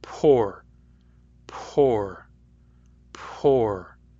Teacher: when you say poor, there's a very heavy puff of breath after the P. You can feel it if you put your hand in front of your lips. · Term: aspirated